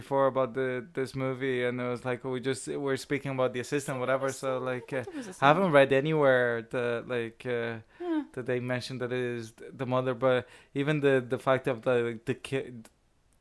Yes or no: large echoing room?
no